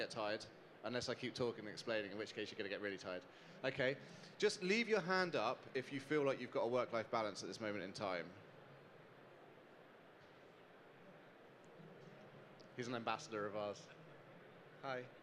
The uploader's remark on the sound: Live from the Restaurants Canada Show. In a 'fire side' chat. Recorded live from the show.